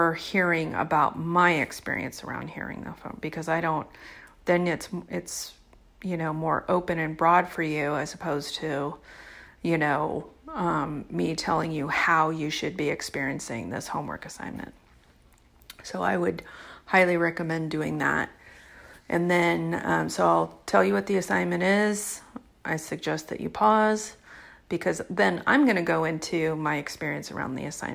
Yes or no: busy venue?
no